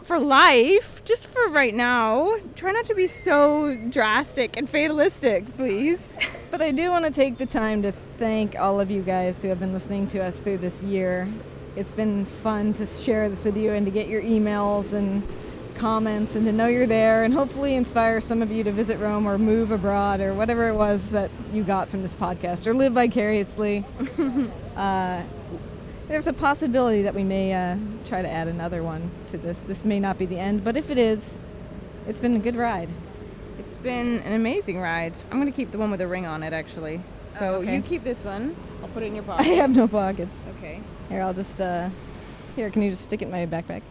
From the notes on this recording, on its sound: walking the streets of Trastevere at dawn